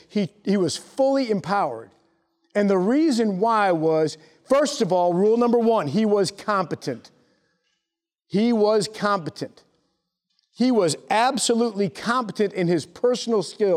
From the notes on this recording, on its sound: Taped during a leadership mentor session to a company of graduating Lieutenants at The Basic School (TBS). The new Lieutenants in the audience.